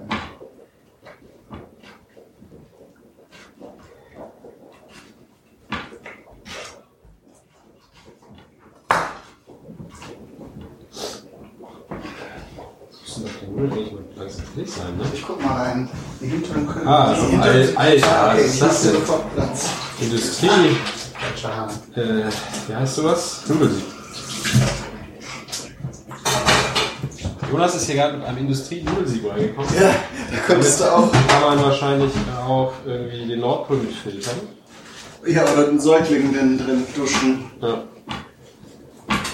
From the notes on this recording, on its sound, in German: mit Aufzeichnungen der Aktionen, die ich auf dem diesjährigen Podstock-Festival gemacht habe